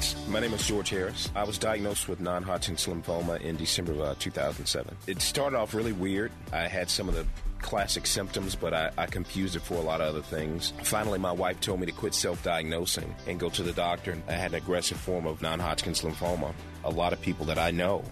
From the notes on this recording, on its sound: broadcast live from Beaver Toyota in Cumming for this year's Radiothon